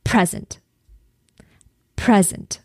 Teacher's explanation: So let's take, for example, the word P R E S E N T. If I accentuate the first syllable, the word is present.